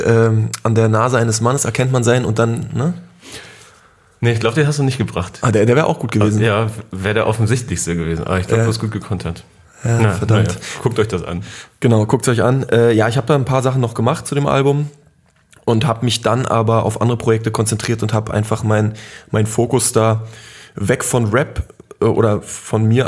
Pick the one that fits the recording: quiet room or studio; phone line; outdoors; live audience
quiet room or studio